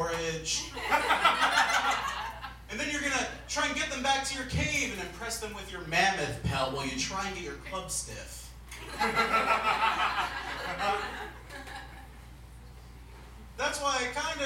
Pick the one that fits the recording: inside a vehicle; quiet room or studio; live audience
live audience